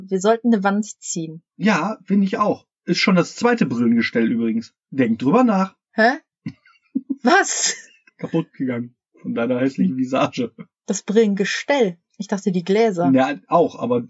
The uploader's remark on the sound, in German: Die Audioqualität ist diesmal etwas schlechter. Wir haben schon mit dem Mikro geschimpft und es gelobt Besserung.